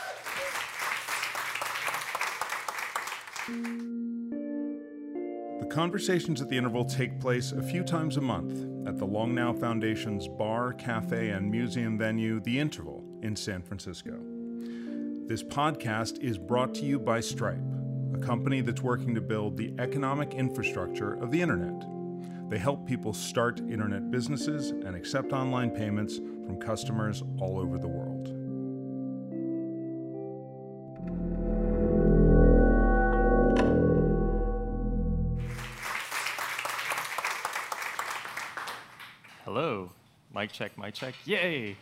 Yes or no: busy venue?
yes